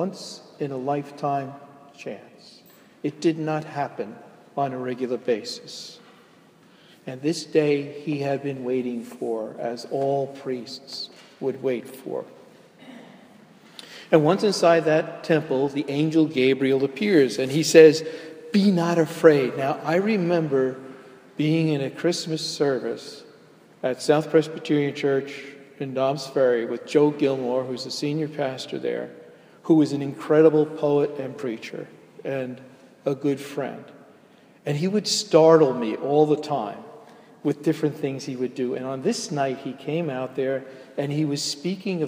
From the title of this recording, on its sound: delivered at Jan Hus Presbyterian Church, NYC